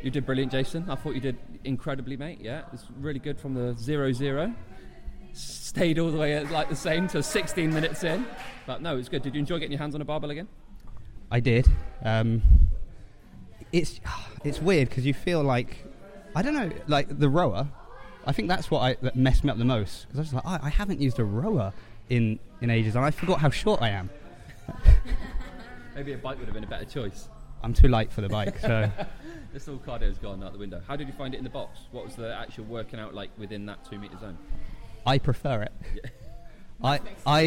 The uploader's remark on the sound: Reporting live from the reopening of CrossFit Bath.